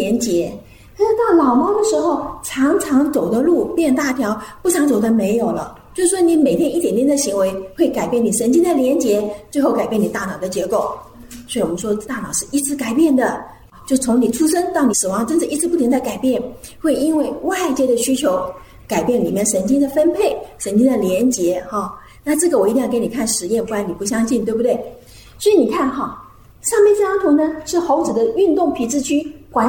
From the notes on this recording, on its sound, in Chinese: 專題講座現場錄音